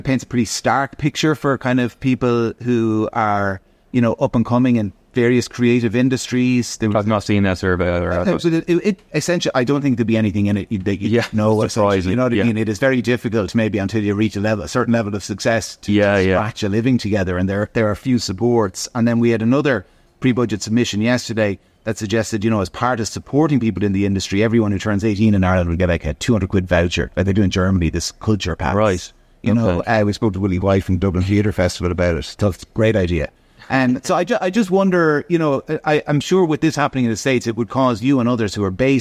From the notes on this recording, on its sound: In Bewley’s on Grafton Street supporting Bewley’s Big Coffee Morning Social for Hospice.